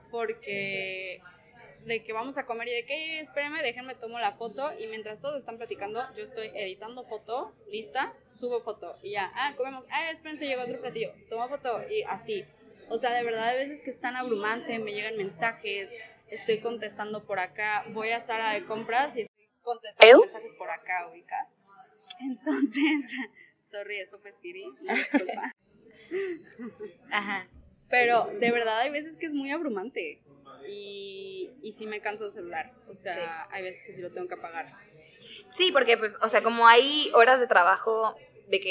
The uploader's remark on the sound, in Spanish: Grabamos en una casa del té, por eso se escucha ruido.